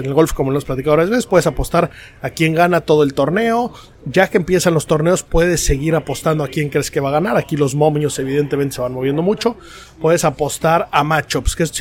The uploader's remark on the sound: Live From The Open 151.